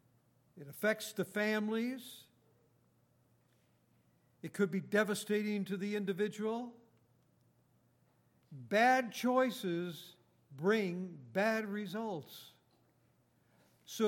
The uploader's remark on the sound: Recorded on September 16, 2018, at Grace Bible Fellowship in Front Royal, VA.